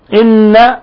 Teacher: نون مشددة تعطى غنة مقدارها حركتين، والغنة مخرجها الخيشوم